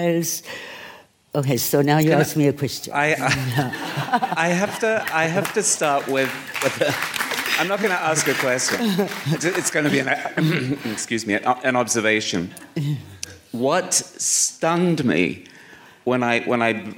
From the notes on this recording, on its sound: on stage at VOICES